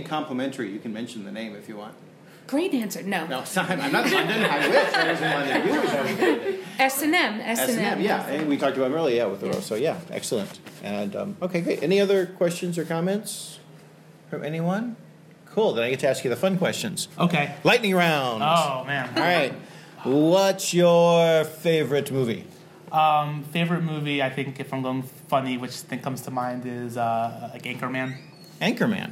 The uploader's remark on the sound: Live at the Philly GRUE